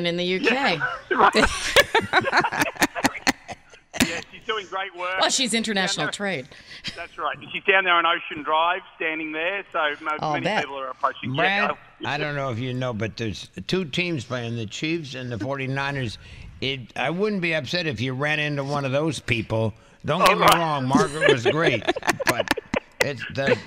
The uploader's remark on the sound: Reports live from Radio Row for Super Bowl LIV